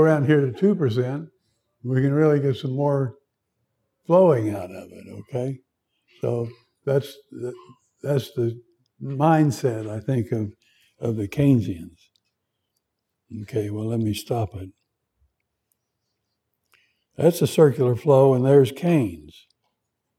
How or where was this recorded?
large echoing room